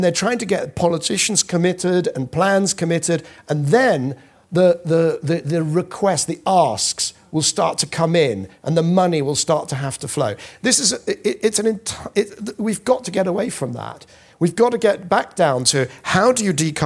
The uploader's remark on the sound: In this special live podcast—recorded at an event organised by Agora Energiewende, the Regulatory Assistance Project, Energy Cities and FORESIGHT Climate and Energy.